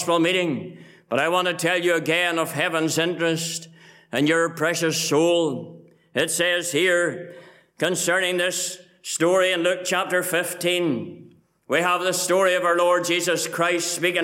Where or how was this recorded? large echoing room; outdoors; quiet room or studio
large echoing room